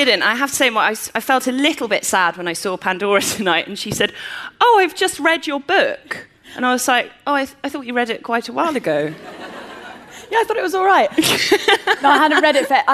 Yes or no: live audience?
yes